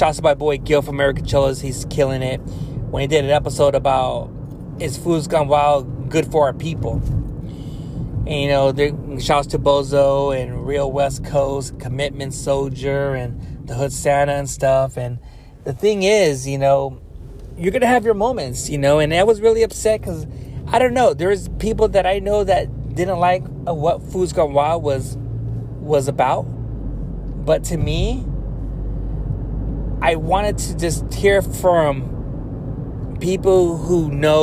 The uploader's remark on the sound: Car Talks. While driving home from work.